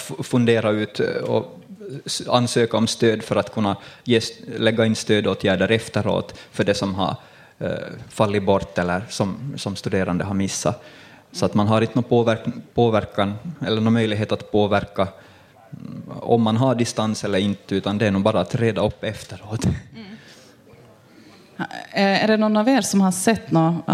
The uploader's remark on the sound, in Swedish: Nyfikas live-podd på Humlefestivalen 2021